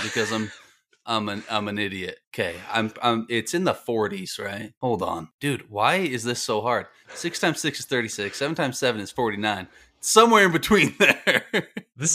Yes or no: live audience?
no